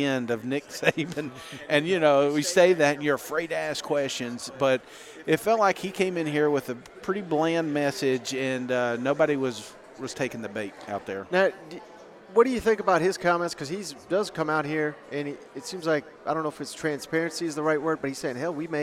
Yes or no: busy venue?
yes